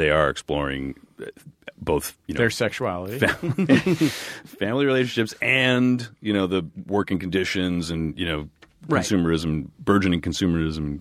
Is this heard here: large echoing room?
no